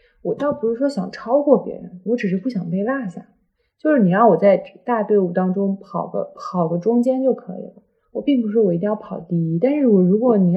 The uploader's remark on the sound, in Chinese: 本期音质确实不佳